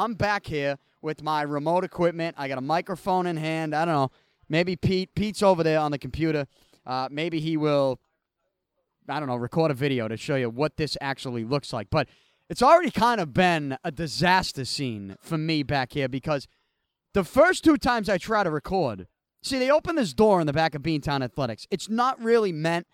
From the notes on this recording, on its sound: I had to record with my remote equipment because of the extreme heat inside the studio. I walked around the back of Beantown Athletics with a microphone in hand.